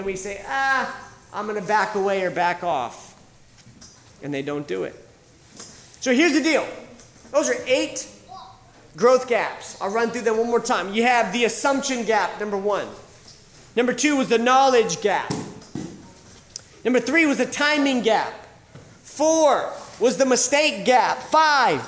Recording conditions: live audience